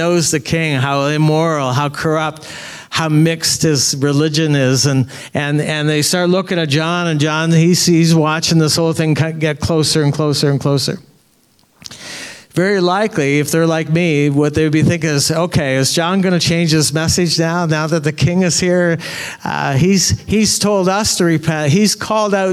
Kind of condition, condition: setting, large echoing room